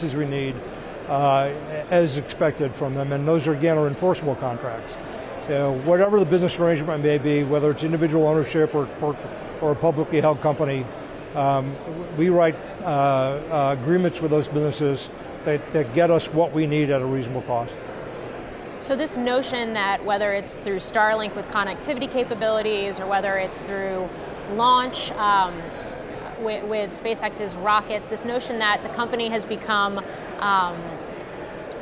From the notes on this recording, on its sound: from the floor of the Air Force Association’s annual Air, Space, Cyber conference